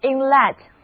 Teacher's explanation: 整个单词的重音在第一个音节